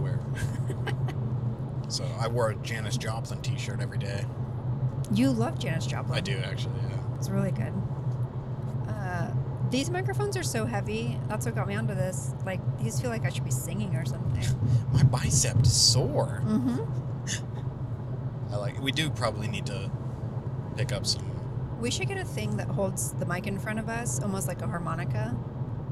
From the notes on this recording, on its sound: (carcast). We broke out the new equipment and made a carcast! Come join us as we travel across Washington state.